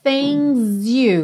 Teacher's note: Você já junta esse S e percebe que ele ganha até um som de Z. Things you do.